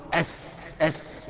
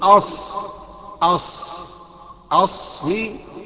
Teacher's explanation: الصاد مفخمه مع انها مكسوره · Shown in: second take · ما يقدرش الرقق، تمام، تخينه صي، وفخم الراء بعد منها راء، والالف بعدها برضه نظرا لتفخيم الراء، والطاء بعدها تفخم برضه، يبقى دي سهله قوي.